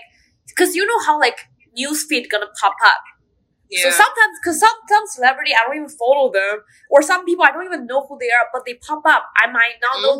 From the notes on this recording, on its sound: First, I would like to apologize for the bad quality of the sound in this episode. We were experiencing some audio issues while recording it. I tried my best to edit the audio to make it sound better.